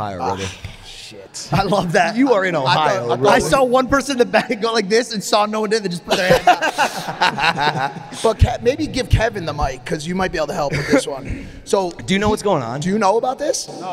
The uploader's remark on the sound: LIVE audience show in Columbus, Ohio.